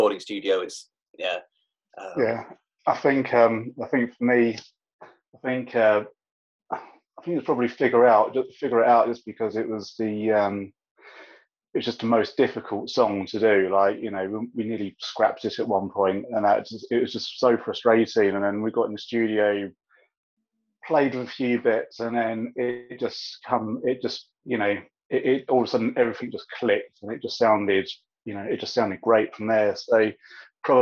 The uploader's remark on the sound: I sat down over Zoom.